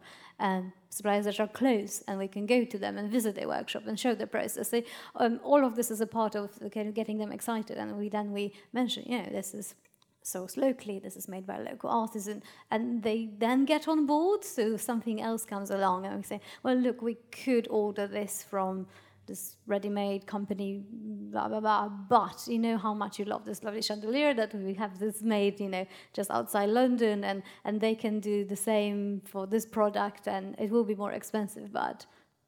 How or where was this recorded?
live audience